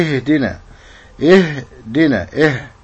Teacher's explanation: لابد من تحقيق مخرج الهاء، همز فهاء من اعلى الحلق من جهة البطن